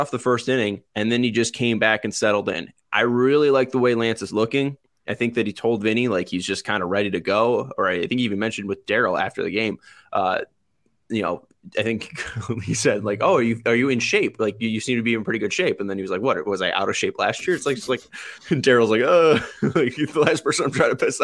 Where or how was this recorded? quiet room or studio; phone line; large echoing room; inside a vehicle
quiet room or studio